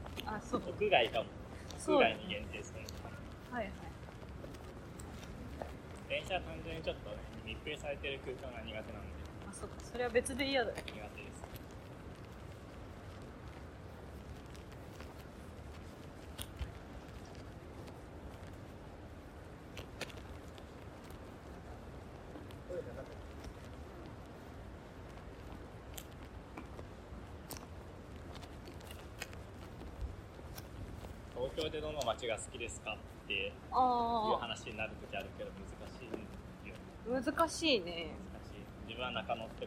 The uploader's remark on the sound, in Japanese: 散歩音声（蟹歩き）。